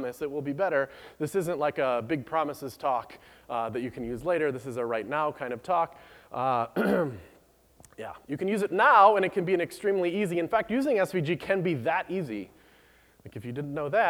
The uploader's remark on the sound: Recorded by the Treehouse gang at BlendConf. Rather than a typical screencast, this is a video taken of my talk SVG is for Everybody recorded by the Treehouse gang at BlendConf .